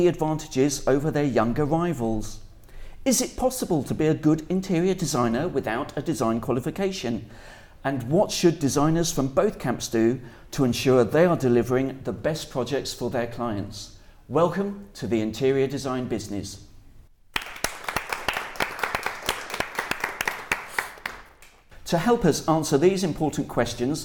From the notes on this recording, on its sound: Recorded in front of a live audience at Design Central South West in Blagdon, Somerset.